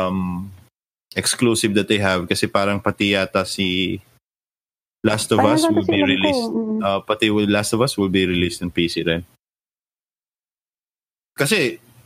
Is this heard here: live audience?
no